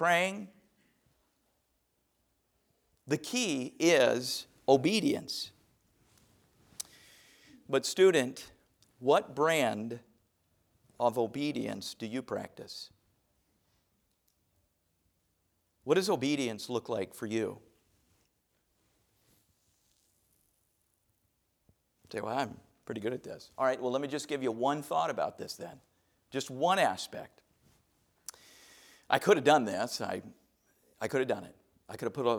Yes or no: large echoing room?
yes